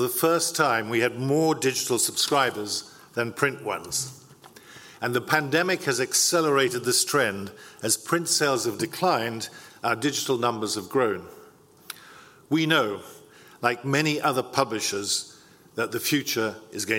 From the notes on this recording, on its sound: opens our Newsrewired conference